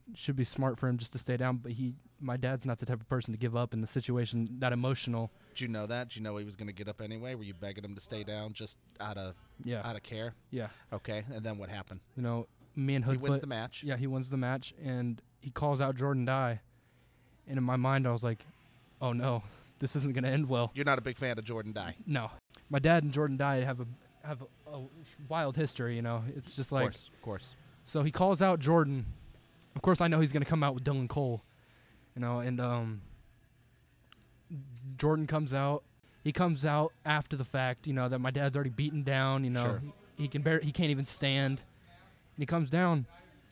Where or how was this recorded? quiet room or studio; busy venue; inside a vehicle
busy venue